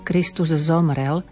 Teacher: na konci to S sa zmení na Z